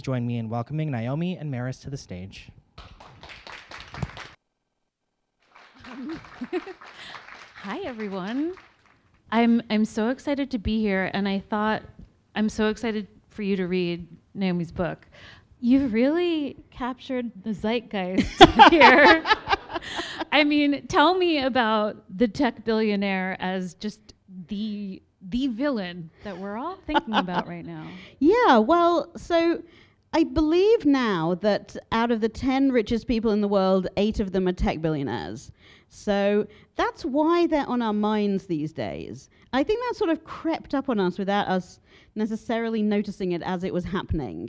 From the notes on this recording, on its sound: live at the Strand Bookstore in New York City